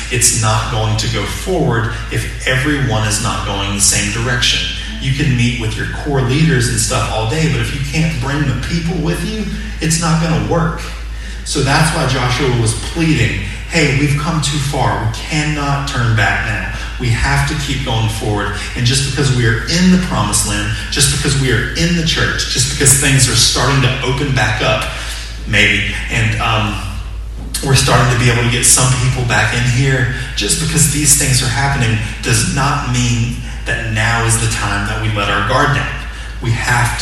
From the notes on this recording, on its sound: Sermon audio from 6/28/20 morning worship service.